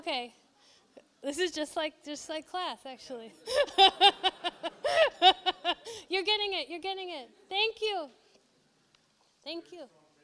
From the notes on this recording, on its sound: This lecture was given November 21, 2013, at Seattle Arts and Lectures . This lecture was given November 21, 2013, at Seattle Arts and Lectures .